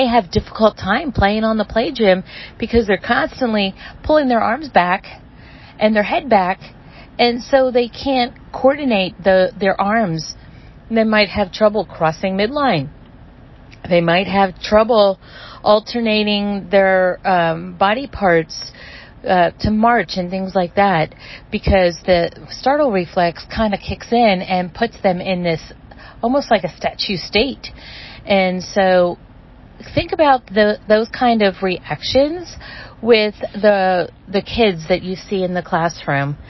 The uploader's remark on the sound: I am currently sitting in my car watching it downpour and I wanted to take this time and stop driving and just talk with you for a few minutes.